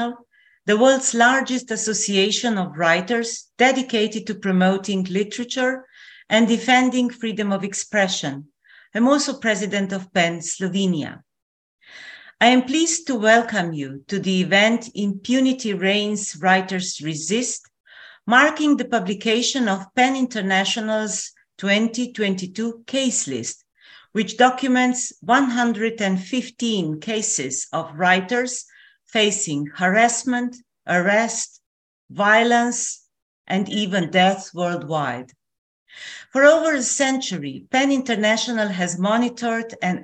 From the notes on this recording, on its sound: This episode is a recording of an online panel of writers and activists discussing the situation surrounding freedom of expression globally.